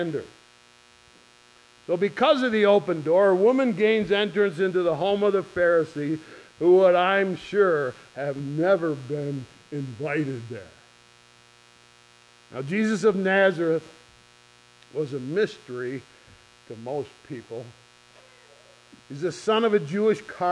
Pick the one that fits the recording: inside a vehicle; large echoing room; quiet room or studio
large echoing room